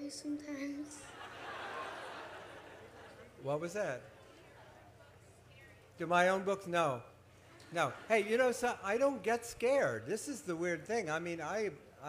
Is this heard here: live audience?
yes